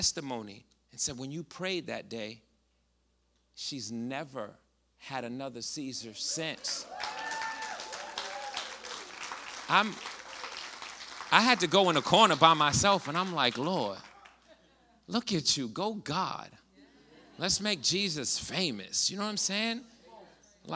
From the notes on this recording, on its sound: Connect Community Church's Sunday Night Live ('SNL') message series is our 'MORE' service.